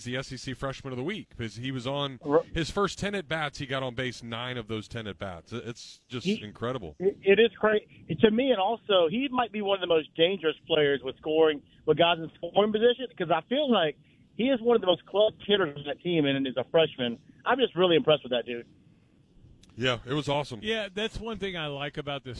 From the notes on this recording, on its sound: Joined the show outside of Alumni Hall. Took your calls about the team's recent sucess.